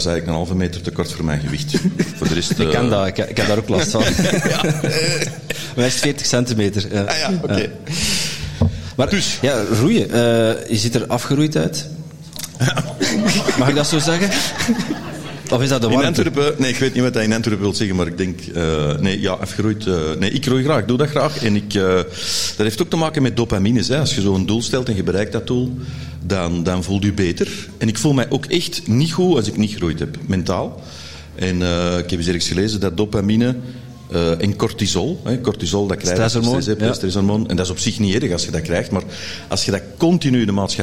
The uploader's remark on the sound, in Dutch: LIVE op TIMTOM Podcast FESTIVAL